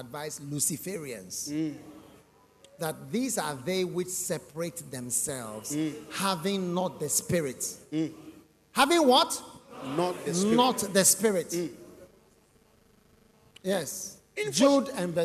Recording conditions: large echoing room